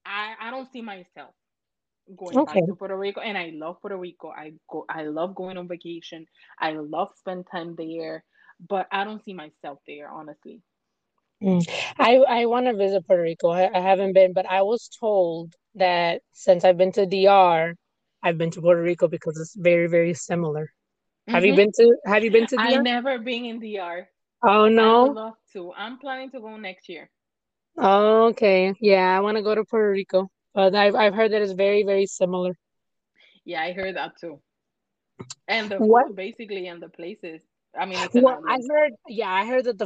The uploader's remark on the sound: recording it from my car